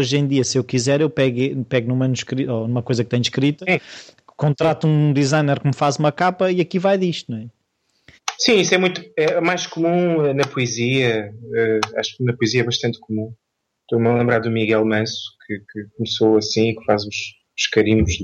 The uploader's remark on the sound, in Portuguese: Vivia em Portimão, e aí volta o Skype a entrar em acção. Emprestou o computador ao pai, conseguimos estabelecer contacto. Normalmente este tatear dos convidados é feito pessoalmente, antes do gravador estar ligado, mas no Skype perde-se essa ambientação.